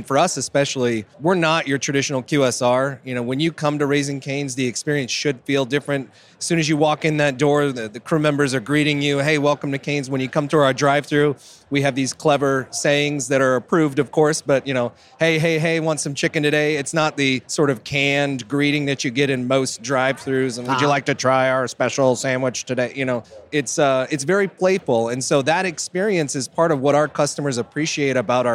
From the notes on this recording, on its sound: Live from UNLEASH America at the Workhuman booth